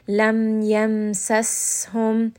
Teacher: Seen is going to have the characteristic of safir, meaning that there's going to be a little bit of a whistling sound on the seen, and then meme again is going to be tawassut.